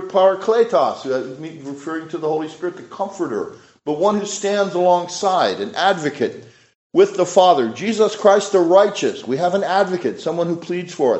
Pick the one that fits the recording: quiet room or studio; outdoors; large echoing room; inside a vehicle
large echoing room